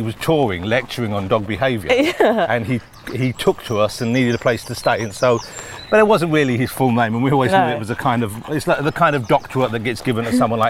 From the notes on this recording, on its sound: a ramble on Hampstead Heath